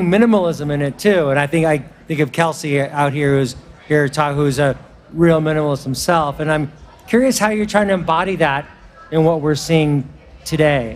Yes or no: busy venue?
yes